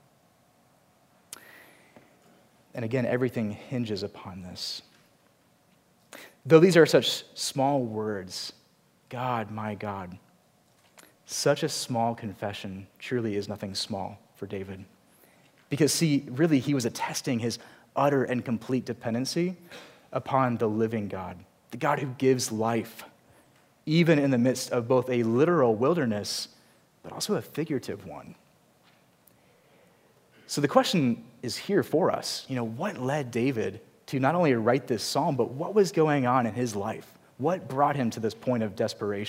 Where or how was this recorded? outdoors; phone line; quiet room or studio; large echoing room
large echoing room